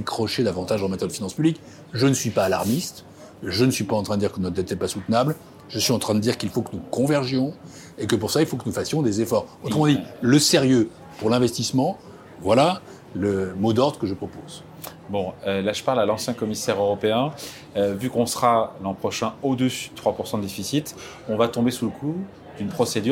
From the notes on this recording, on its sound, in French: enregistrée lors de La REF du Medef le 29 août 2023 à l'Hippodrome de Longchamp